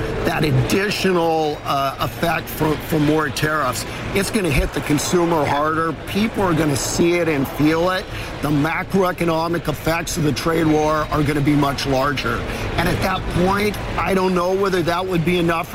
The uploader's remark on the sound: live from the New York Stock Exchange